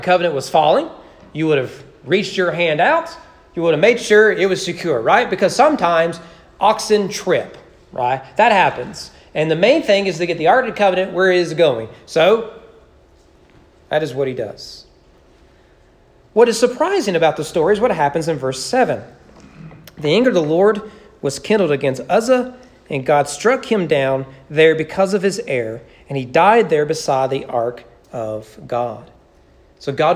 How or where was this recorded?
large echoing room